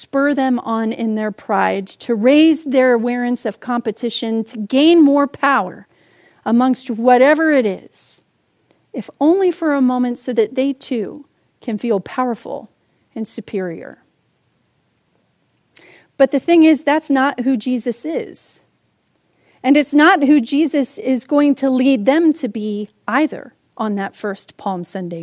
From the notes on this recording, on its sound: Palm Sunday message delivered during the Contemporary Worship Service. San Marino Community Church.